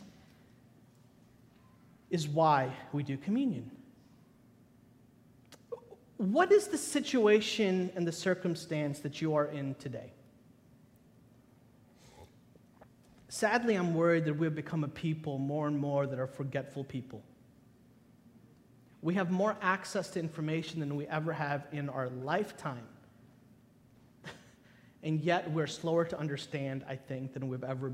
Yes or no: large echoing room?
yes